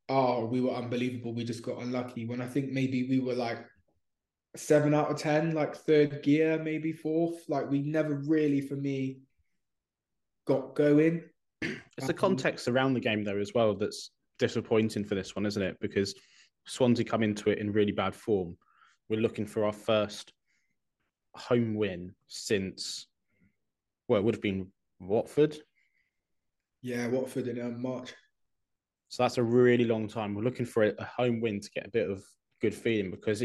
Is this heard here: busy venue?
no